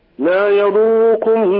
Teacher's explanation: فخم الراء لا يضركم وأظهر الراء لا تجعلها لام